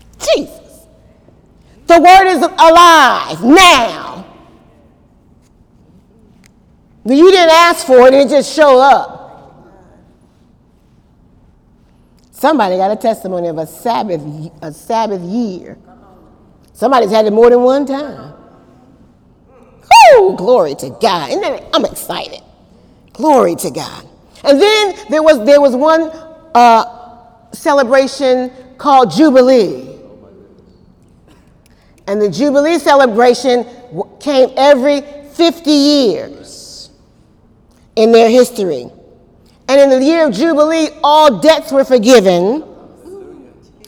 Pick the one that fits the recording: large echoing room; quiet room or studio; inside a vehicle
large echoing room